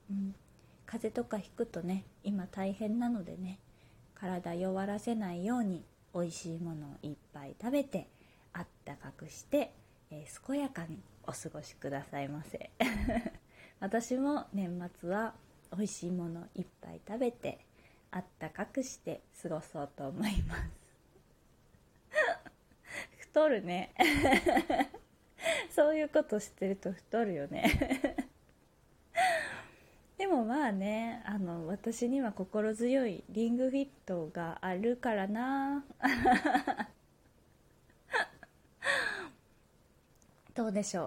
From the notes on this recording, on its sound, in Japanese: 自宅でスマホによる収録のため様々な騒音が収録されています、ご了承ください。キッチンのすみっこで。